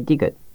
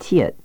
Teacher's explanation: If you add the puff of air, you get 티읕, as in tea. · Term: aspiration